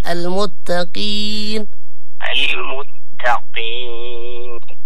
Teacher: القاف هي مفخمة لكن في أقل تفخيمها لأنه مكسور